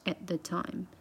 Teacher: 它一个 at 结尾的 t 就是很典型的，你可以把它吞掉，但是呢，你要做嘴型，就会在听上面会很明显有一个短短的、短促的一个停顿节奏感在那里。嗯，以上，然后接下来是常速版。Cause daddy couldn't bomb and never forget that Christmas I set